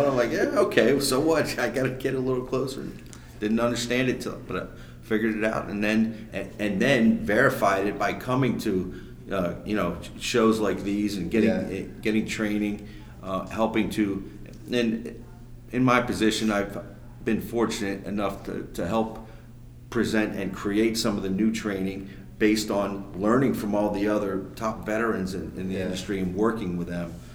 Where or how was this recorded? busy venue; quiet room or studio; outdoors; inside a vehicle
busy venue